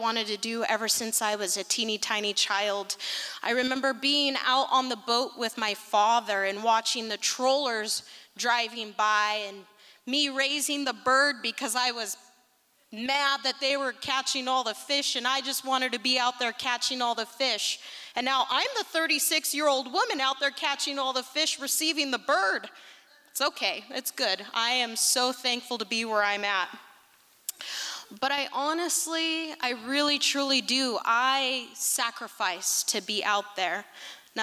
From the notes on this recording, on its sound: Liberty Theatre-Friday Night. Recorded at the Liberty Theatre on Friday, February 24th, 2023.